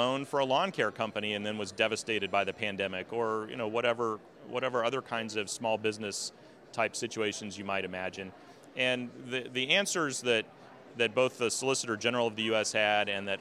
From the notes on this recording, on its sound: At the Conservative Political Action Conference.